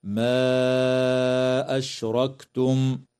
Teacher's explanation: مد منفصل في قوله تعالى ما أشركتم يمد بمقدار 4 أو 5 حركات